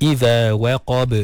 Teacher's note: ada ba yang qalqalah kat situ. Waqab sama juga dilantunkan